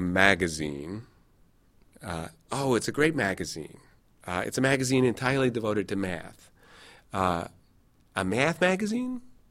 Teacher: So ash tensing would also similarly close the mouth. Raising that where that vowel quality of a goes closer to the realm of eh